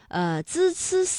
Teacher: 滋思思呢发音的时候啊，这舌尖是平伸的 · Term: 平舌音